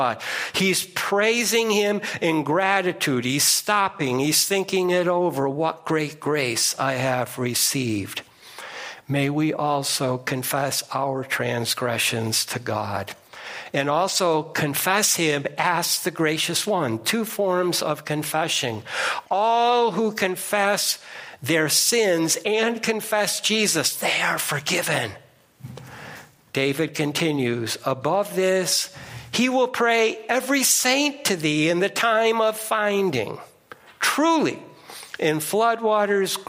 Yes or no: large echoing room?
yes